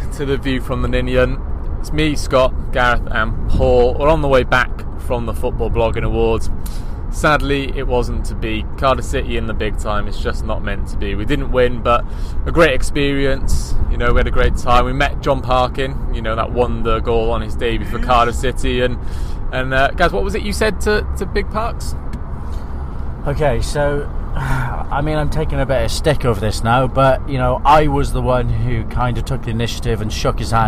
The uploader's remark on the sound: VFTN returns with this special episode recorded on the M6 as the team travel to and from the Etihad Stadium for the Football Blogging Awards.